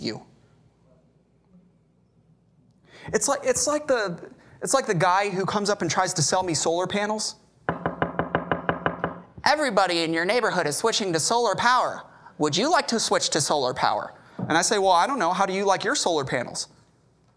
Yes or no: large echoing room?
yes